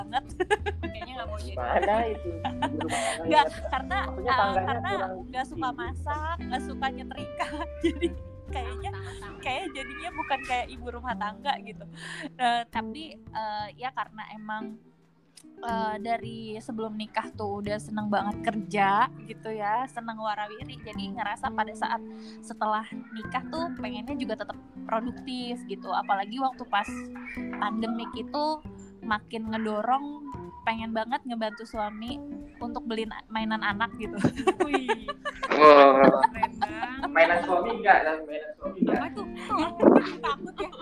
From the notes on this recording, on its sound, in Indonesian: Maafkan soundnya yah aga noisy.